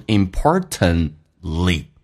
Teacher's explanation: T 跟 L 在一起的时候一般 T 不发音 · Term: 缩读现象